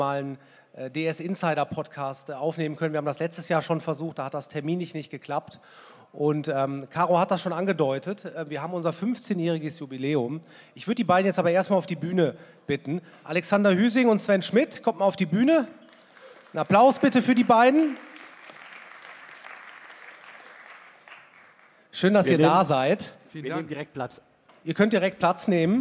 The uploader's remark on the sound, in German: Ein Live-Podcast vom Digitale Leute Summit 2022 in Köln.